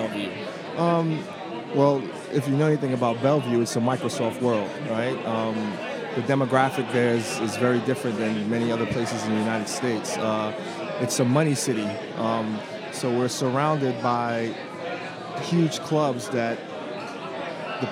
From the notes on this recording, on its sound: Live at the Bar of the US Soccer AGM